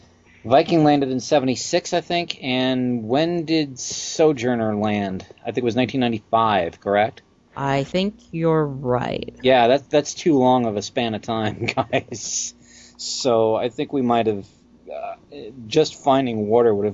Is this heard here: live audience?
no